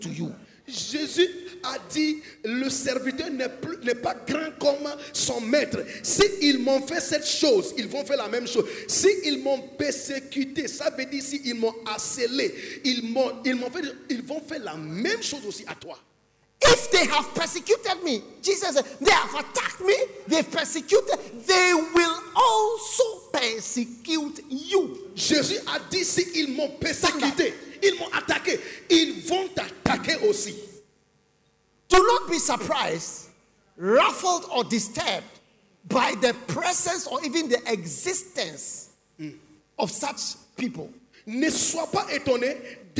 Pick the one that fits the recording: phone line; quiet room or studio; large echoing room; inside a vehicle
large echoing room